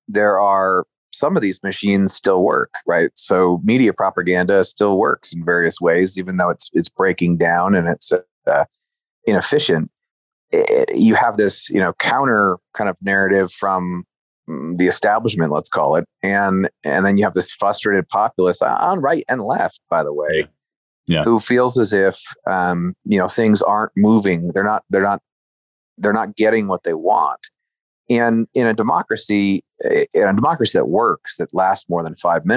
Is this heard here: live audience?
no